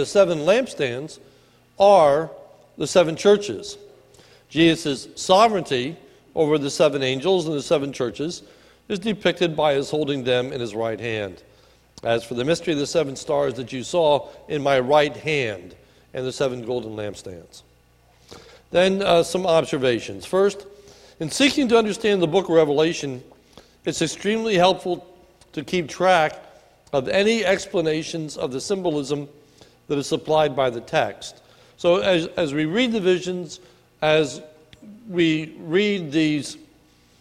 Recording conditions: large echoing room